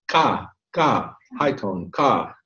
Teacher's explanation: the first one is high tone, not aspirated.